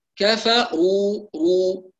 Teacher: فإذا ننتبه إلى تفخيم الراء المضمومة